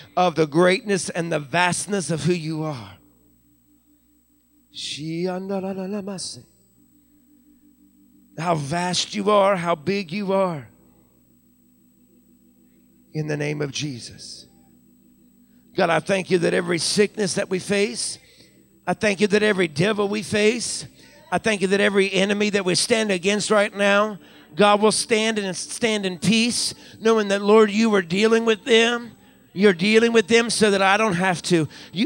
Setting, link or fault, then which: setting, large echoing room